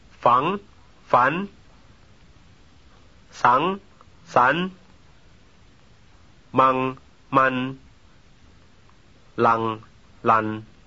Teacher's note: The first member of the pair ends in the velar nasal, the second in N.